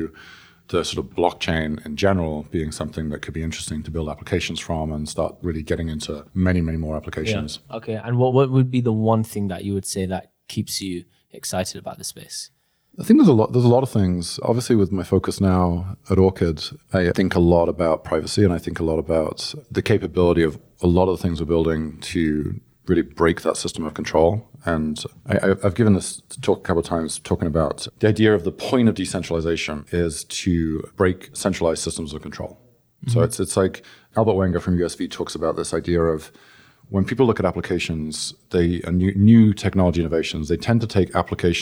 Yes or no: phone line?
no